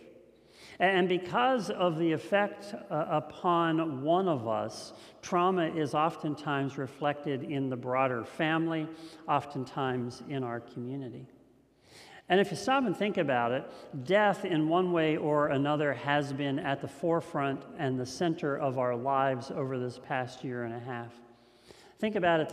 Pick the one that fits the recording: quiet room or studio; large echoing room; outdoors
large echoing room